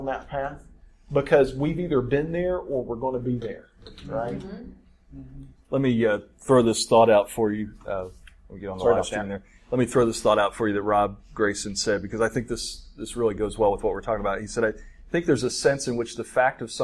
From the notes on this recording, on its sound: The first episode from the BtB Gathering 2014 in Nashville, TN! This episode was recorded at the first ever BtB Gathering, where we were joined by wonderful people from all over the US and Canada.